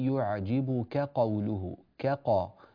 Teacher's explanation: نعم، في يعجبك قوله اجتمع عندنا هنا حرف الكاف وجاء بعده حرف القاف، وهما متنافران في من جهة التفخيم والترقيق لكنهما متقاربان من حيث المخرج، متقاربان جدا، فلذلك يوجد صعوبة في الانتقال من الكاف إلى القاف مع ترقيق الكاف وتفخيم القاف، فهذا يحتاج إلى دربة وشيء من المهارات والتمرين.